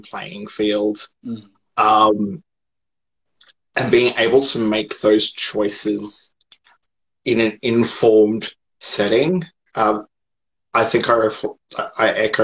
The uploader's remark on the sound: Recorded on 15 August 2020 on Instagram Live